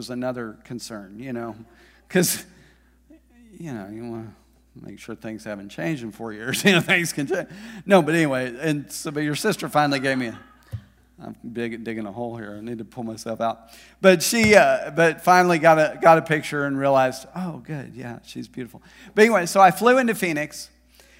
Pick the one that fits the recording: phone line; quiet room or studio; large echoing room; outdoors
large echoing room